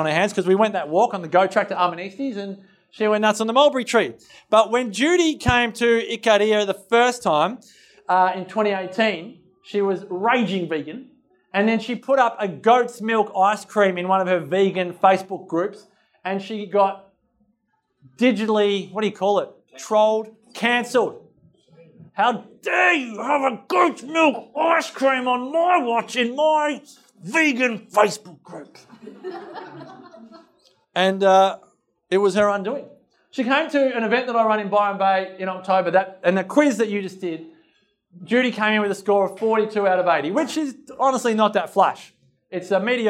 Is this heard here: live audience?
yes